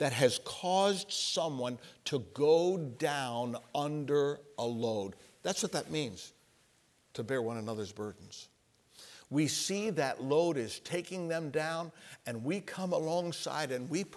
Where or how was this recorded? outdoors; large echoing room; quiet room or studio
large echoing room